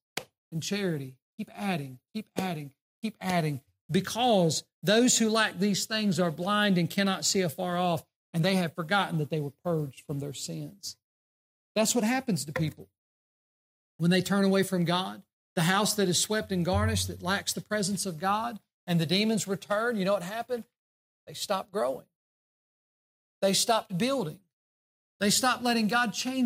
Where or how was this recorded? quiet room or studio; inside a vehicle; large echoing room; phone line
large echoing room